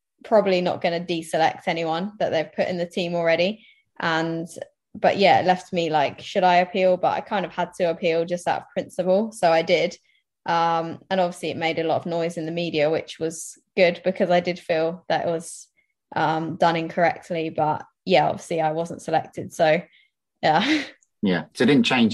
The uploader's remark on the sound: We have a normal intro and outro where I jog around Epping Forest but the main body of this podcast is a zoom chat. The media aficionados among you may find the continuity link from jogging to zoom to jogging again troublingly rustic.